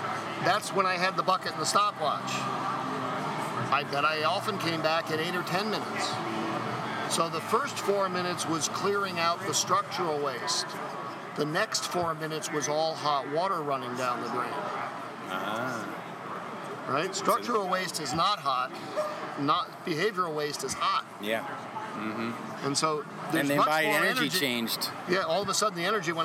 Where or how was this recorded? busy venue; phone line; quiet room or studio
busy venue